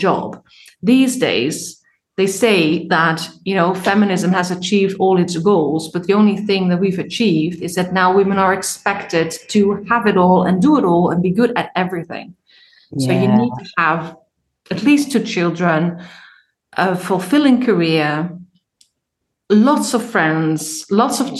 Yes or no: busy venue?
no